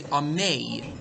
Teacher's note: you answer Amen, but you leave out the last phoneme, and you say Amei, without the N sound at the end · Term: Amen Chatufa